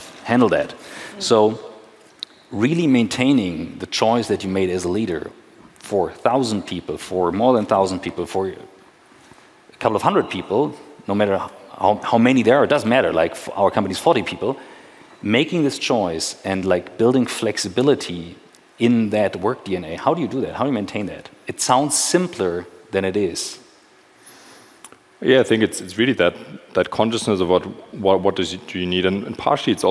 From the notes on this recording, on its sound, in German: Bits & Pretzels Special. Live-to-tape Episode 341 von der Bits & Bretzels.